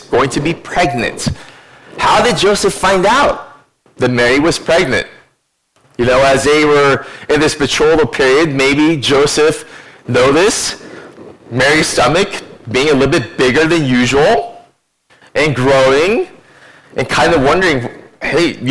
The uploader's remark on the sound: (Audio quality on this recording is below average).